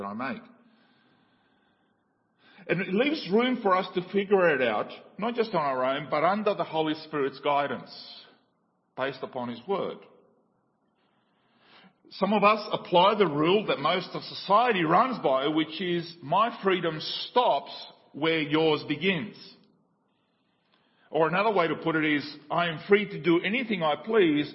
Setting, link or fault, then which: setting, large echoing room